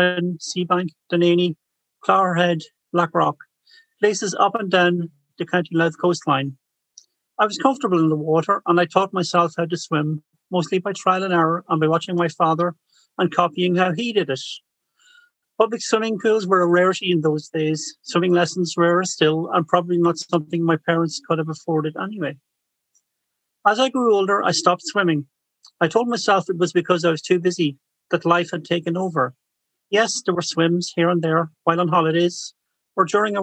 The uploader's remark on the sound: The Irish Times Women’s Podcast hosted an evening of storytelling to mark International Women’s Day.